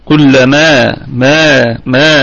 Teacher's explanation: والميم أيضا فيها مد طبيعي وقفا